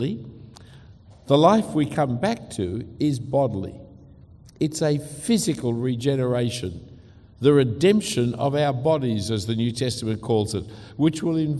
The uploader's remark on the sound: A talk given at Adam Road Presbyterian Church in Singapore.